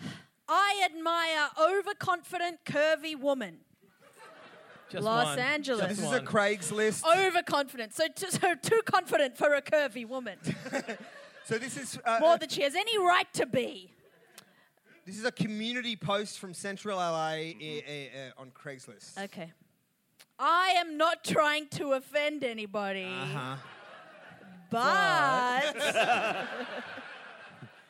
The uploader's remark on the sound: At the Sydney Comedy Festival. An utterly wild live show. Thanks to everyone who came out to the show, and to the Sydney Comedy Store for putting on this filth.